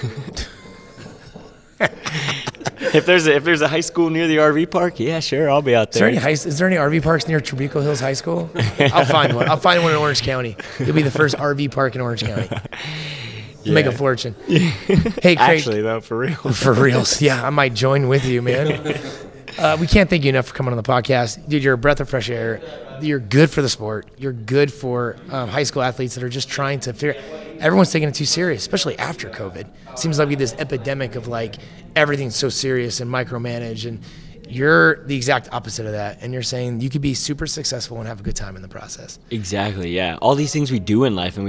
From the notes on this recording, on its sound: LIVE from Caesars Palace in Las Vegas